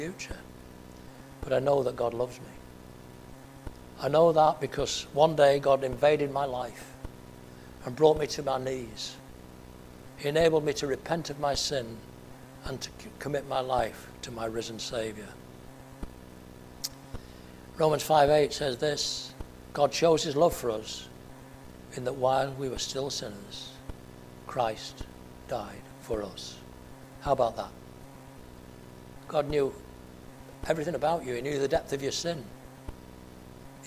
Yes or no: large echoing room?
yes